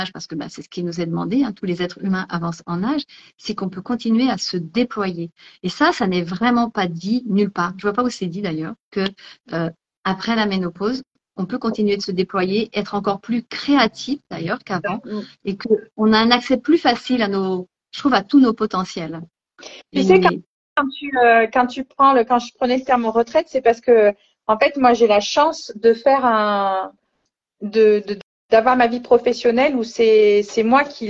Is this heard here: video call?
yes